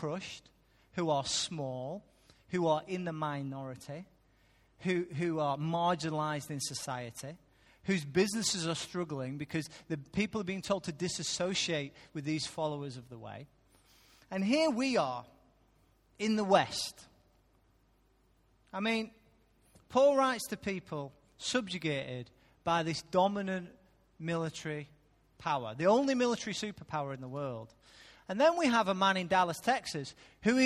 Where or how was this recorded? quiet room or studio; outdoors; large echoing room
large echoing room